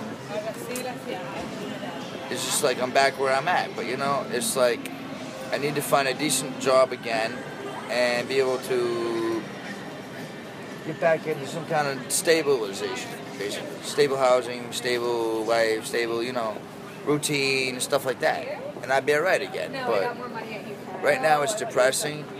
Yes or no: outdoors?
yes